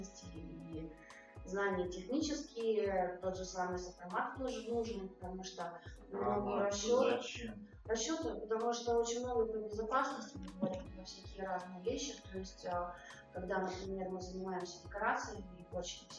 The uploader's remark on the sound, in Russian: Эфир получился очень насыщенным, но, к сожалению, из-за технической ошибки возникли проблемы со звуком.